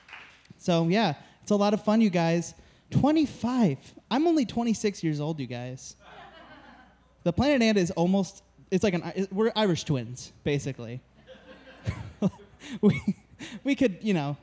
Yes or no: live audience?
yes